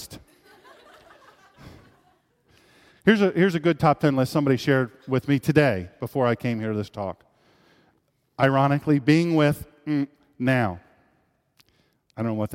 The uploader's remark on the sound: This is a live speech. At Sharp Hall at the University of Delaware.